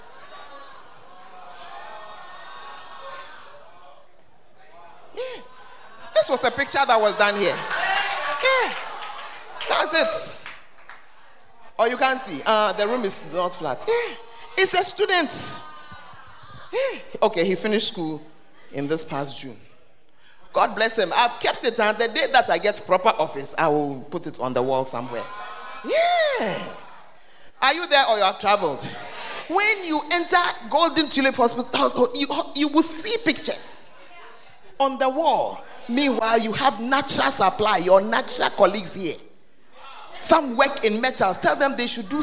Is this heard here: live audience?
yes